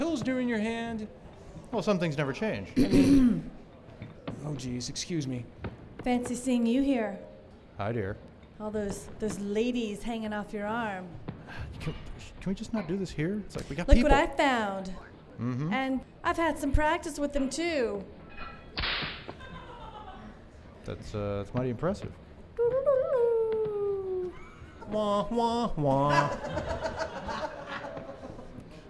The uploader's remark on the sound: For our New Year's show, we asked the audience at 50 Mason.